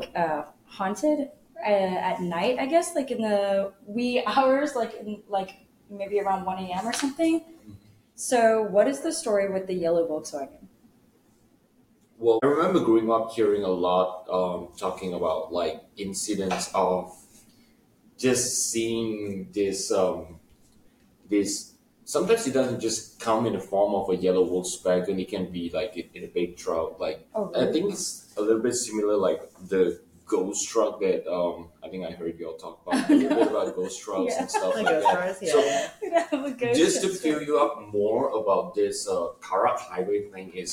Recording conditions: poor microphone